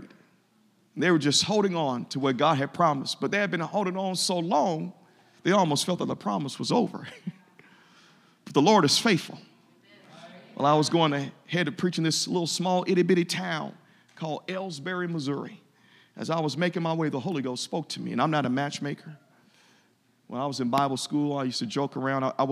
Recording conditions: large echoing room